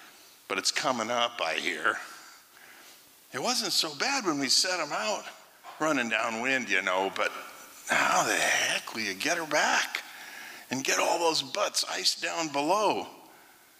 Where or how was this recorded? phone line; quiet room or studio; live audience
live audience